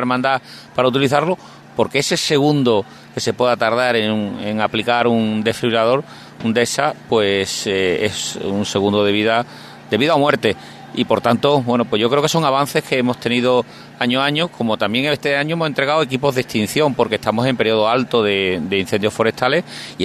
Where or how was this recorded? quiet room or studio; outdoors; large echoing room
outdoors